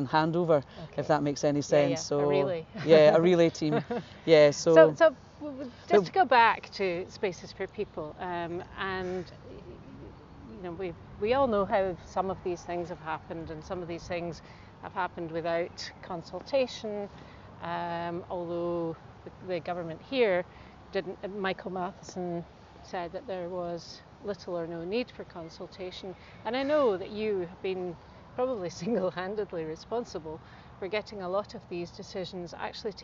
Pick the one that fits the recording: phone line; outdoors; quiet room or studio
outdoors